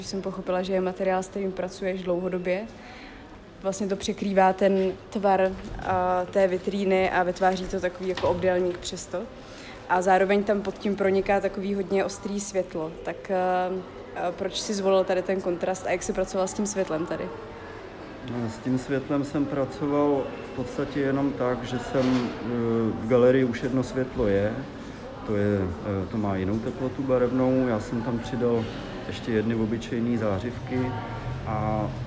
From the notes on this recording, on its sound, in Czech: Omlouváme se za sníženou kvalitu zvuku, rozhovor jsme nahrávali přímo v prostoru Štěpánské pasáže